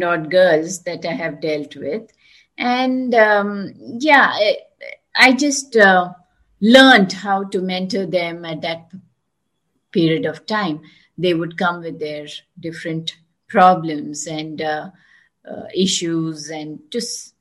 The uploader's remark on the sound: Virtually recorded